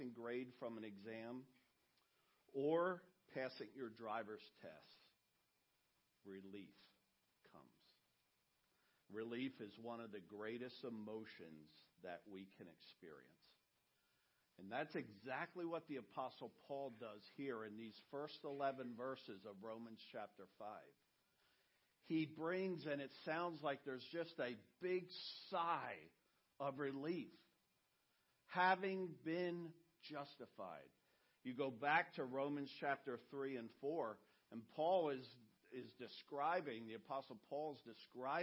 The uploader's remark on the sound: message he preached at Redeemer